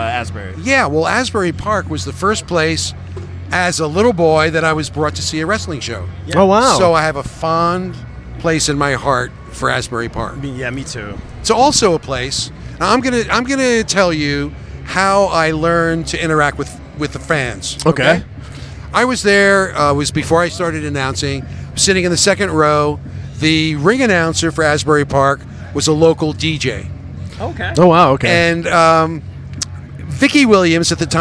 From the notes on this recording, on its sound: LIVE at 80s Wrestling Con here in New Jersey.